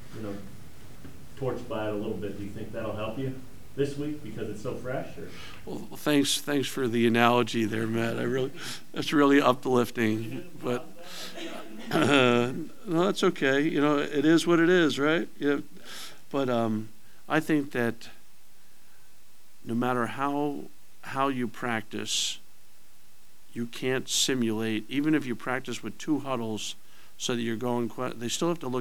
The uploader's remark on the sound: Press Conferences & Post-Game Interviews